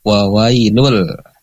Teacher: Ketika tanwin bertemu dengan huruf idgham bila gunnah yaitu lam, maka tanwinnya melebur ke dalam huruf lam, menjadi wawailul.